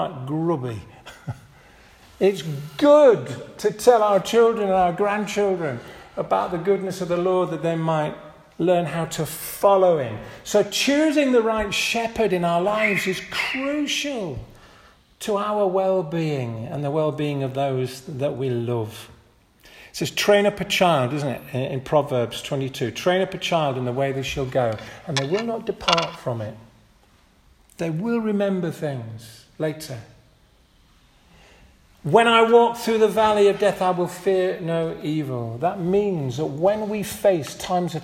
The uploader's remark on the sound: This audio recording was taken from the 10:30 Communion service at St Mary and St John's Church, Hardraw - March 19th, 2023